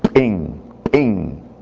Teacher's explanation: with a glottal stop just after the initial consonant